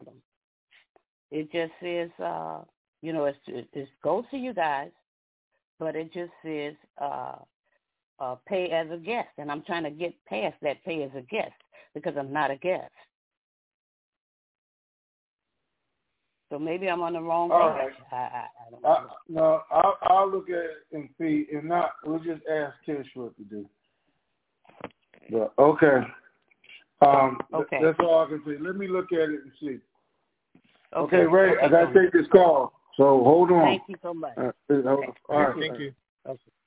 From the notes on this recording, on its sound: TNTSuperfantastic Conference Call